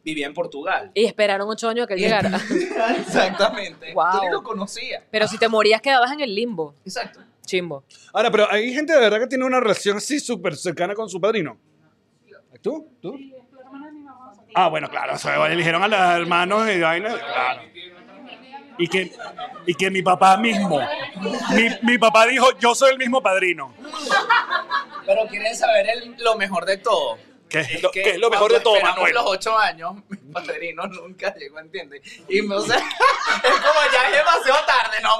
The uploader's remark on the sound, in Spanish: A tope en Madrid. Grabamos directamente desde Guasa Madrid junto a nuestros Patreoncitos.